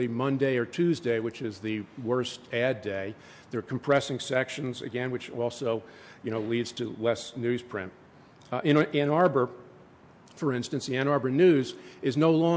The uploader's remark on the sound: The podcast is an excerpt from a presentation. Gave the presentation at the 2010 Paper Recycling Conference & Trade Show in June.